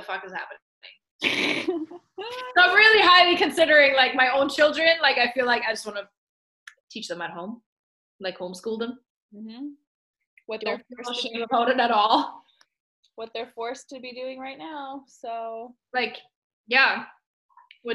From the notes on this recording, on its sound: Two Projectors Jump On A Zoom Call.